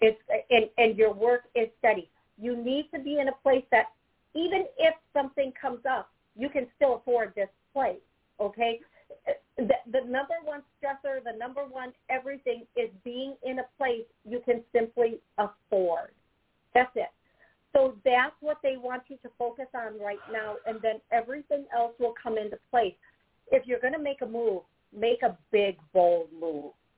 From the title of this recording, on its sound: LIVE CALL